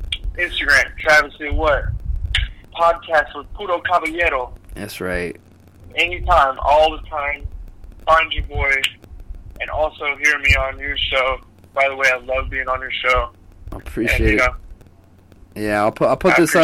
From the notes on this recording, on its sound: back on the show via the batphone line once again